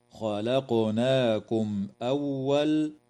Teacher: وتظهر الميم الساكنة عند الهمزة في قوله تعالى خلقناكم أول